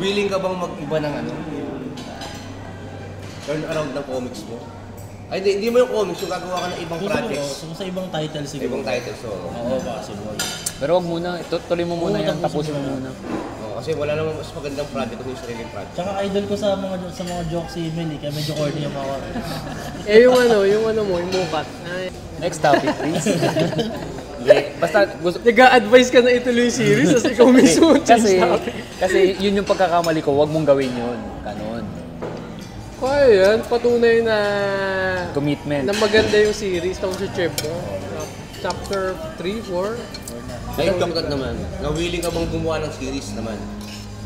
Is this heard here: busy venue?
yes